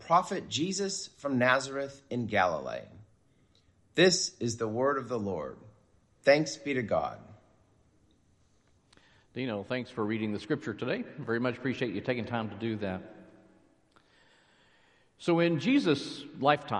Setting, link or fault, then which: setting, large echoing room